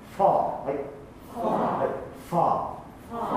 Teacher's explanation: V の音は濁りませんので F の発音になります。